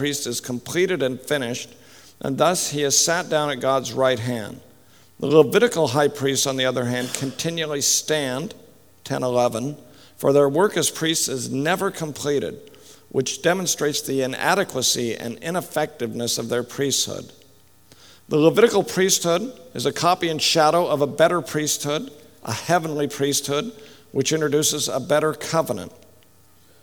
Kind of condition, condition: setting, live audience